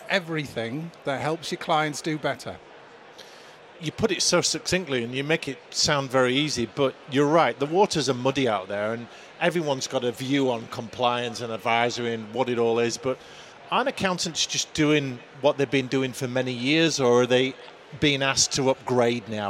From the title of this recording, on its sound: Event Special - Accountex 2023 - Live Interviews